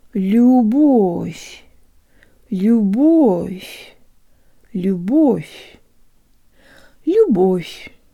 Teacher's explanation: Finally, the V is soft, so a fascinating and magical thing happens at the end of the second syllable. The V sounds like an F, and the tongue moves from a low position to a high position, so that the F sounds very shallow, not F, but H.